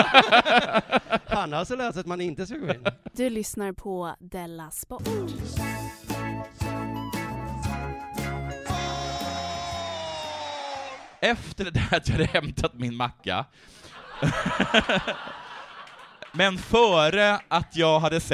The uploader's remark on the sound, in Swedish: live på Tangopalatset